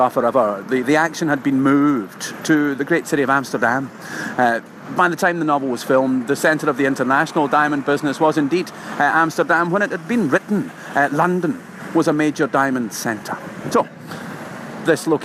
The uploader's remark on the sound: This podcast was recorded on location in London.